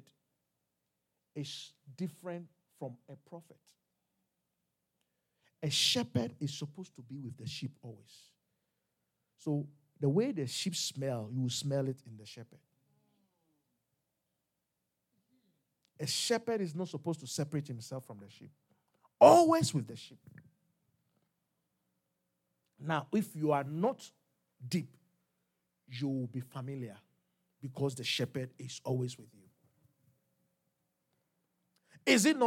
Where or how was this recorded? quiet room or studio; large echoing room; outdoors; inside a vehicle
large echoing room